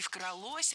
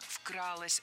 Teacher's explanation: Ударным должен быть первый слог. · Shown in: second take